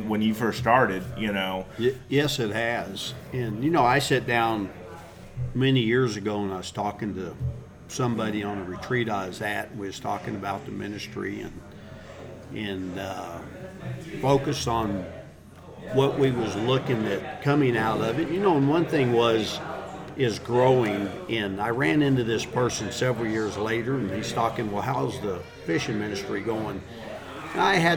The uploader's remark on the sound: records another mobile podcast at a Cross Water Outfitters fishing ministry event